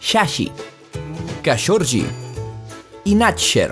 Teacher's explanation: Les X sempre són fricatives postalveolars sordes.